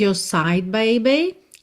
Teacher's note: … tem o inglês britânico, que como a gente sabe, não costuma enrolar os R's que vem depois de uma vogal. Então, your vira yo.